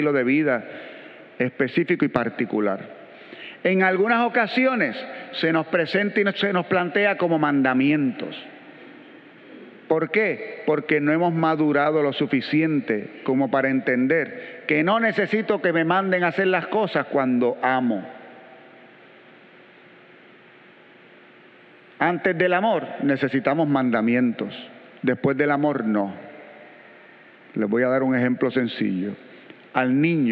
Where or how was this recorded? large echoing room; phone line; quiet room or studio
large echoing room